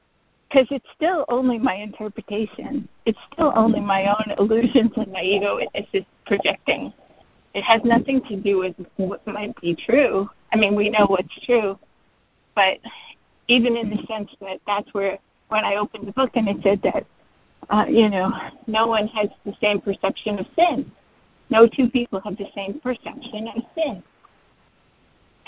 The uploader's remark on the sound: ACIM Daily Conference Call